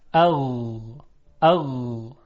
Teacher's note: صدای غین صدایی است که رخوت داره و قطع نمیشه، اغ، اغ، صدای نرمی هست نسبتاً.